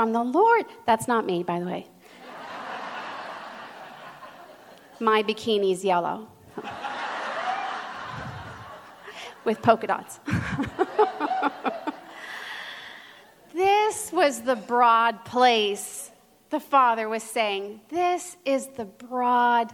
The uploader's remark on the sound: given at the 17th Magnificat International Leaders Conference in Pittsburgh, PA in October 2023